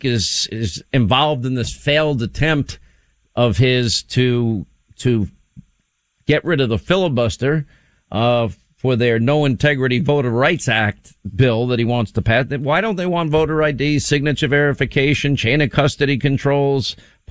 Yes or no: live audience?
no